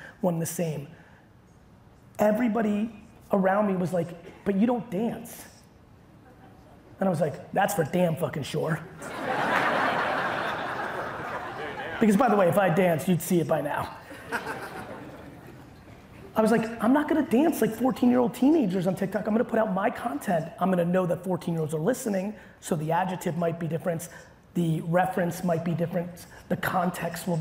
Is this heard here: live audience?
yes